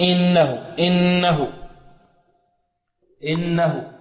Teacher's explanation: هناك من ينطق الهمزة بصوت من الخيشوم